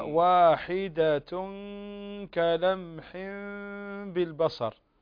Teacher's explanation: تخفي النون هنا عند الكاف · Term: إخفاء